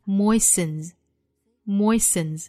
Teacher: It moistens each thing.我们注意 moisten 这个词发音啊，字母 T 是不发音的。Moisten, moisten,后面的字母 S 读成浊音的 z